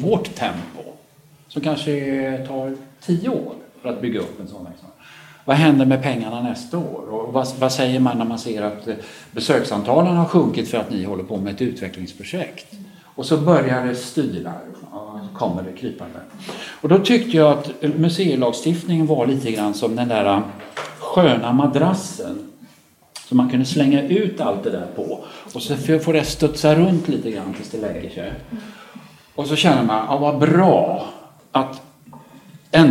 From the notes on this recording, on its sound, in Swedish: Inspelat under Folk och kultur-konventet i Eskilstuna i februari 2018